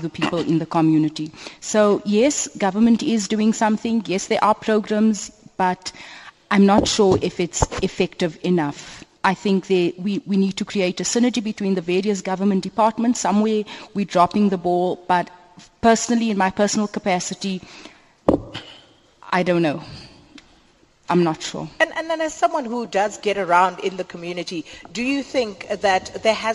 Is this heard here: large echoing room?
yes